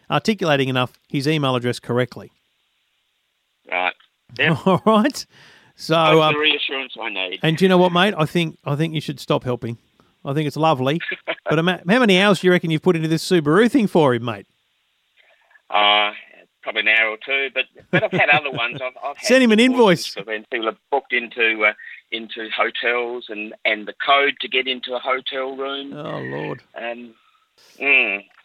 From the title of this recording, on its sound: taking your calls